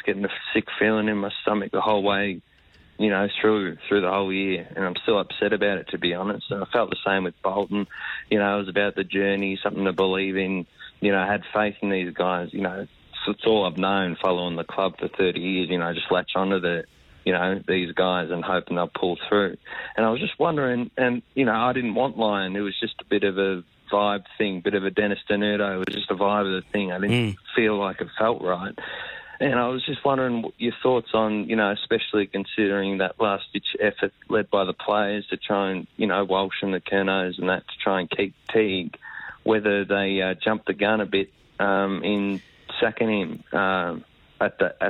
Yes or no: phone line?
yes